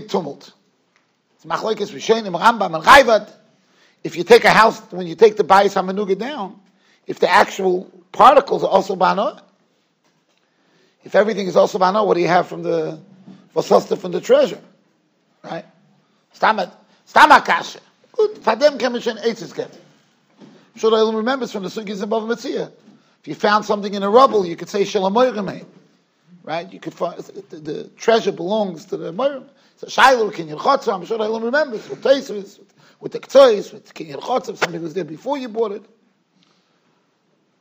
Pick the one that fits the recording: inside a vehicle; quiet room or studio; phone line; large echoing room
large echoing room